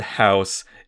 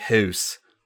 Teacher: the OU sound, which is a diphthong, kind of moves towards the front of the mouth, as opposed to being a little bit farther back · Shown in: second take · Term: diphthong vowel fronting